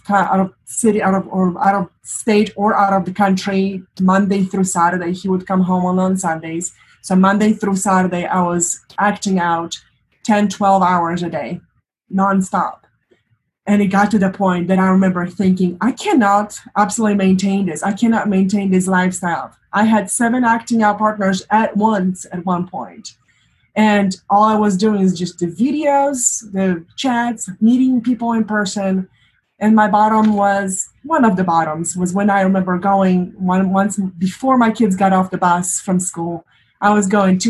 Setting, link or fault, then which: link, video call